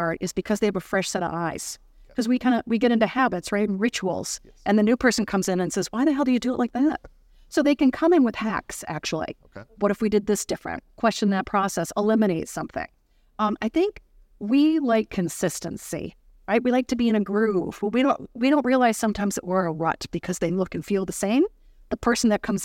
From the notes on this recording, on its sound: Recorded live at the Dental Trade Alliance meeting in Bonita Springs, Fla.